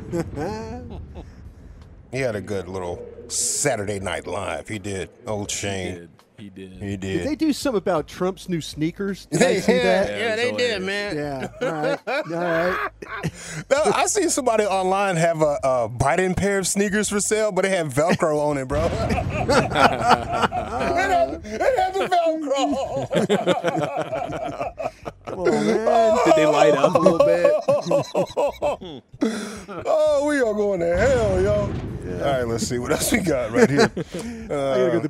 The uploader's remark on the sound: live from Rangers Spring Training